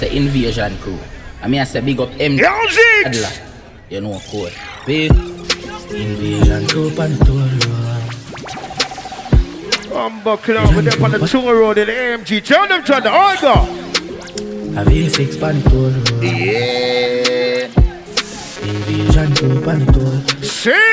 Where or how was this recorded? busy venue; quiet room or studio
busy venue